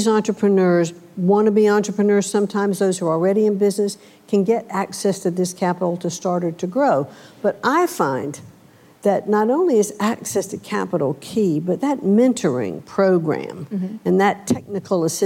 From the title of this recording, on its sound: Live at Code 2018